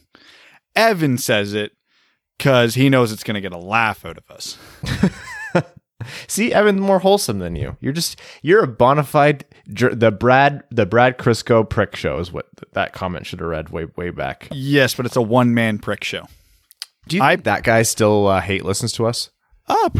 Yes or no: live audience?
no